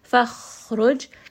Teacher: kha here is going to be from the middle of the throat